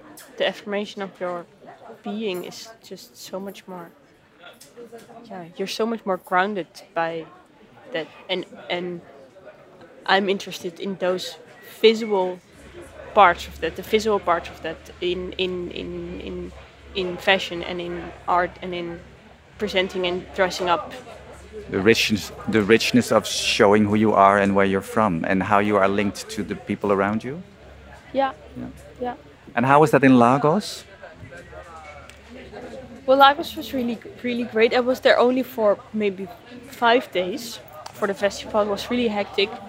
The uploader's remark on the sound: We end up in the courtyard of a fabric store in wholesale district Derb Omar. Apart from the background noise an interesting context for our conversation.